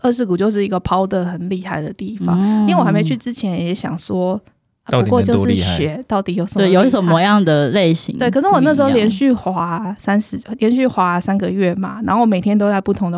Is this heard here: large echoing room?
no